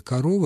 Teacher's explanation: Мы можем сделать ошибку в слове «корова» именно потому, что в первом слоге «о» находится не под ударением, и на этом месте мы «о» и «а» уже не различаем. Здесь появляется редуцированный гласный.